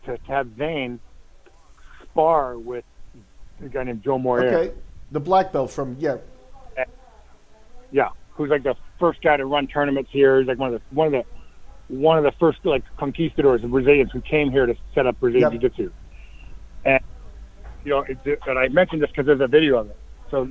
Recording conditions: phone line